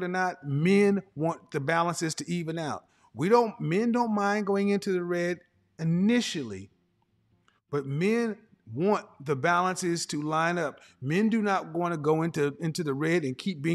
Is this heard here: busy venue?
no